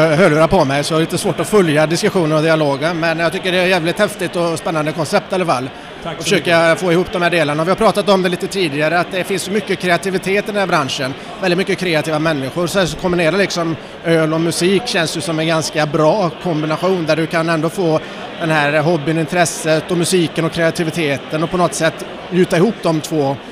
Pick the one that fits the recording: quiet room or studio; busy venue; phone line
busy venue